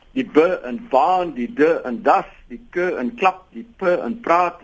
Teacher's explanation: die klank word min of meer afgesluit en wanneer die afsluiting verbreek word, dan word daar 'n ligte plofgeluid gehoor · Term: eksplosief